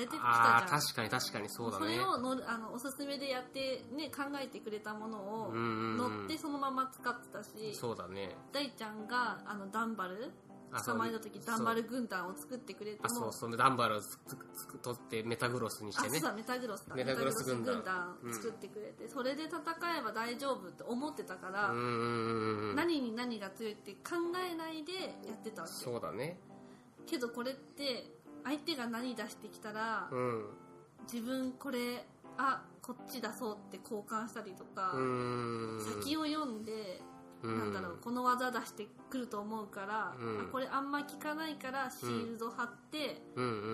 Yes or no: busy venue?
no